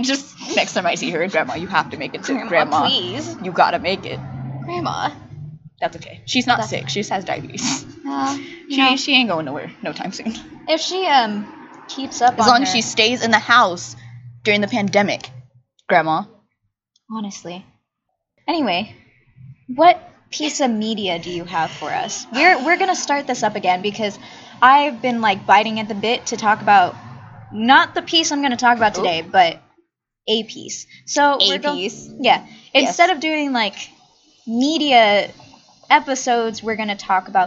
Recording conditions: background noise